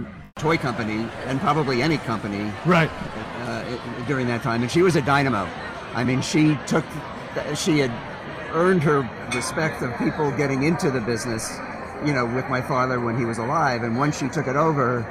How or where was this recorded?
busy venue